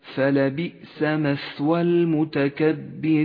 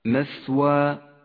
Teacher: والآن اهمس حرف الثاء في كلمة مثوى · Shown in: first take · فلبئس مثوى المتكبرين وإلا غدا حرفا ضعيفا غير واضح أي هكذا